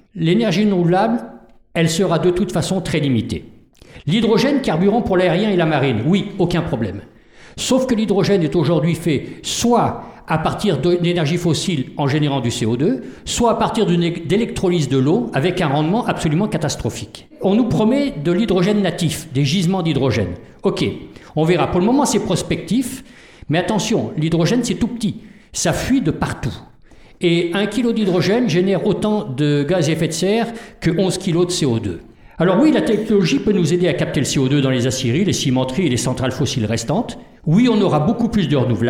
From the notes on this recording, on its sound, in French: Voici la captation d'un "Oxford Debate". À la Maison Notman récemment.